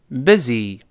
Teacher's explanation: 中间发 eh，最后发 i